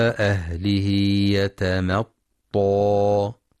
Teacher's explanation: ينتبه للمد المنفصل إلى أهله، كما أسلفنا في رواية حفص يمد 4 أو 5 حركات من طريق الشاطبية